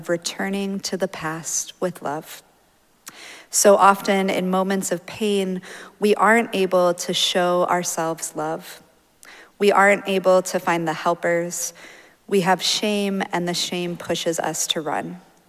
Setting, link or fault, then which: setting, large echoing room